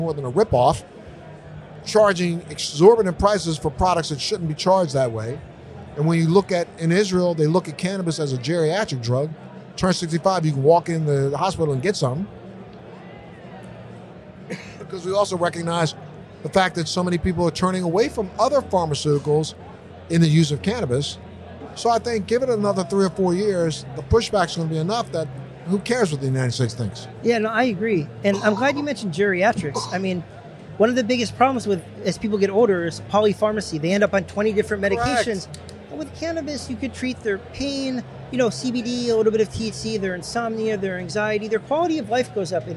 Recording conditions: busy venue